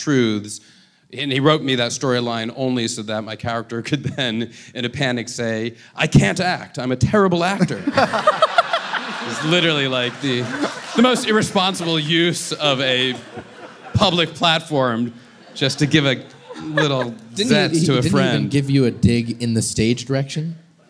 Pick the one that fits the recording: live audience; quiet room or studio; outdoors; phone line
live audience